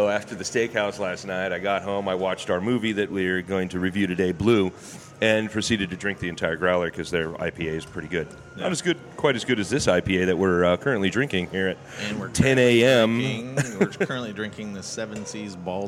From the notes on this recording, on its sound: we’re podcasting live from The Copper Hog in downtown Bellingham